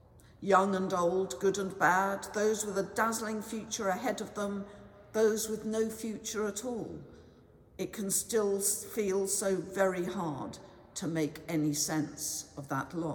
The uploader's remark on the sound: Has been collated from archive recordings together with specially recorded material in church and in people's homes.